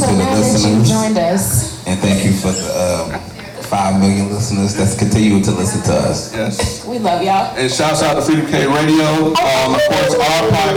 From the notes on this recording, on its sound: This recording is from our mask party